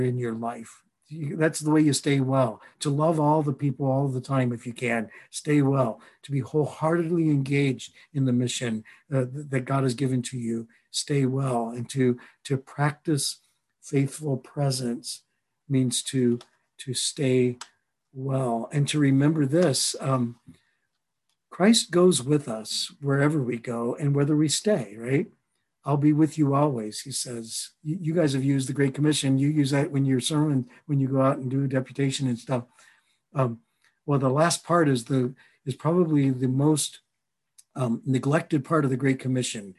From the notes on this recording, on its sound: a recording of a Facilitator M webinar